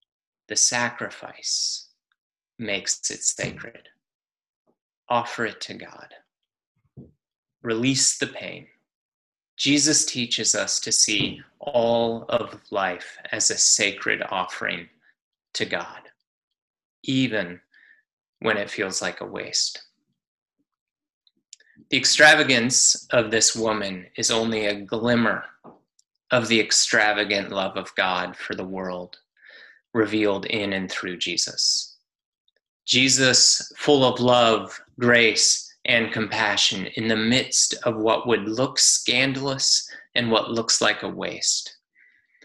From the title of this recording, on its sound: Palm Sunday Zoom Church